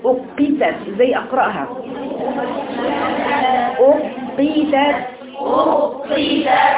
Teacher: يبقى لازم نفصل بين قاف ساكنة قاف مكسورة والهمزة الأولى المضمومة عشان أدي حق الحرف المشدد